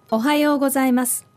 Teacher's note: It becomes おはよう. That U kind of extends the O. And if you listen to the second part, the U suddenly disappears.